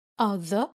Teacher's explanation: عندنا other فيها th sound فلازم نطلع طرف اللسان بين الأسنان other، وعندنا er بناخد بالنا ان احنا ما نقولش other، نقول other، نقفل الفكين شوية other.